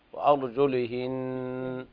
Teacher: النون المشددة يقف عليها بالغنة مثل الوصل